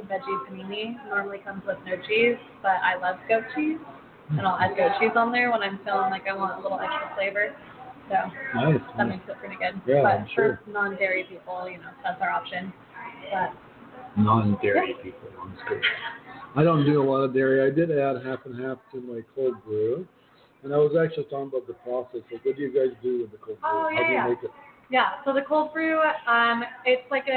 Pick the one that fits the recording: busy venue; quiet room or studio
busy venue